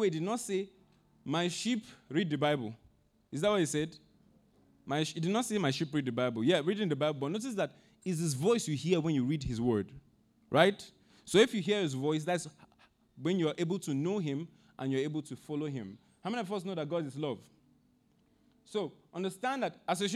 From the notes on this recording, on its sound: Audio recording of our Sunday Sermon